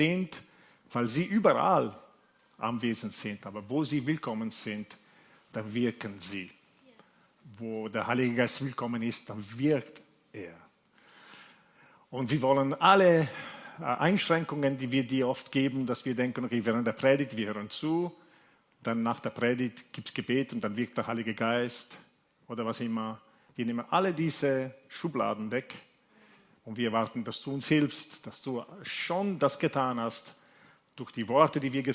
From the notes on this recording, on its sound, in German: Gottesdienst live aus der LIFE Church Wien